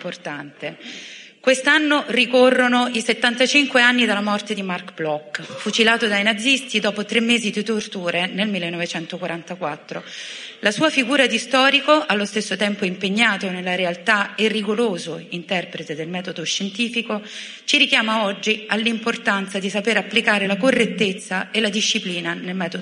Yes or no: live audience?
yes